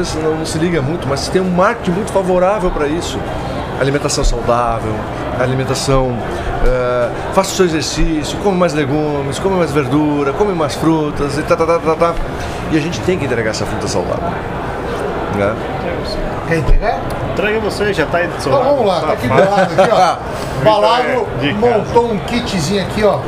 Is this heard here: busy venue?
yes